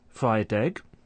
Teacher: there's linking of a final consonant sound to a following vowel sound